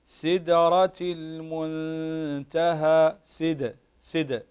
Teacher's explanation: من حروف القلقلة، فنقلقل الحرف والقلقلة كما سبقا عرفناها أنها هي اضطراب وتحريك للحرف حتى تسمع له نبرة قوية عند النطق به